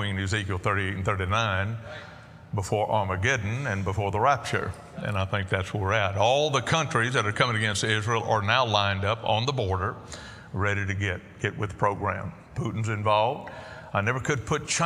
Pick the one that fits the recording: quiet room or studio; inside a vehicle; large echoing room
large echoing room